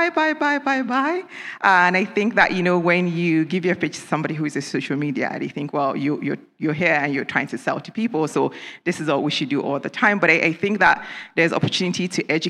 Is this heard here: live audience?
yes